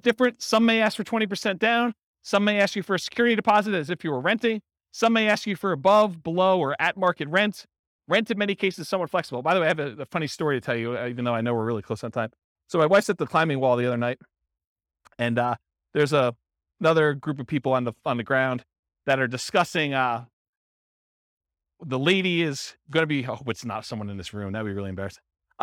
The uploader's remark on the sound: This was a live class recorded to give investors a solid qualitative overview of all the different real estate investing strategies. San Antonio, Texas.